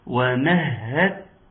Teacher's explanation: ما فيش اي دال ولا اثار لاي دال، لانه ادغام كامل